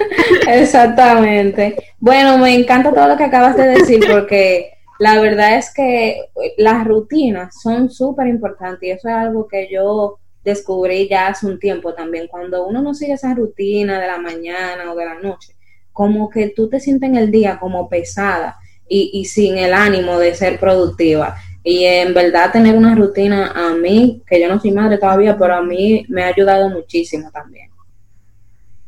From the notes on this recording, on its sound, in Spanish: Tuvimos algunas dificultades con el internet y el audio